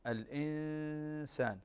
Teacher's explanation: توجد غنة بمقدار حركتين في كلمة الإنسان، فعندنا إخفاء نون ساكنة وبعدها السين، والسين من حروف الإخفاء، والإخفاء هنا بمقدار حركتين.